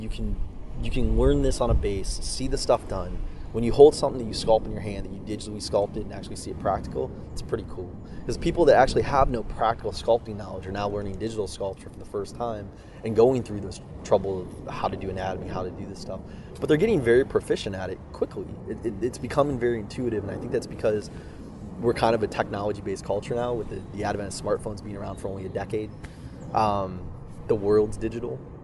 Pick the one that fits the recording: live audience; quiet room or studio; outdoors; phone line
outdoors